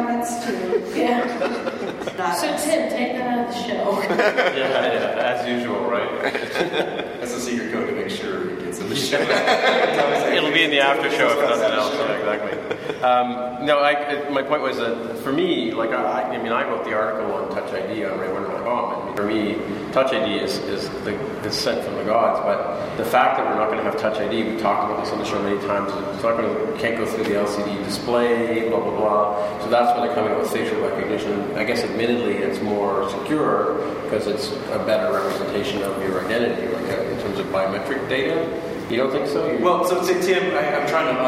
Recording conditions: poor sound quality